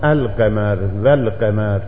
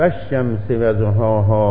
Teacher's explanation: حيث إن اللام يظهر في كلمة القمر فيقال القمر والقمر، ولكن في كلمة الشمس يدغم فيقال والشمس وزهاها ولا يقال والشمس وزهاها.